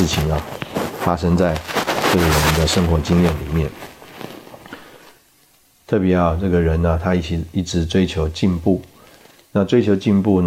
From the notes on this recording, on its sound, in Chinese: 本集節目錄製時有雜音，造成收聽不便，敬請見諒